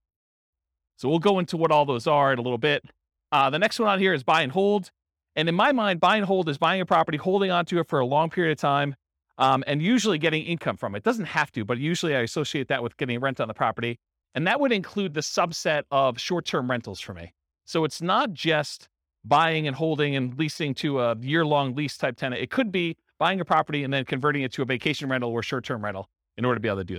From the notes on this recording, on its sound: This was a live class recorded. In Orange, California.